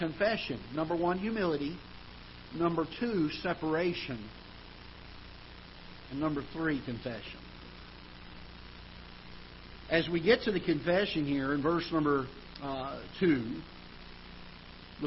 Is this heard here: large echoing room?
yes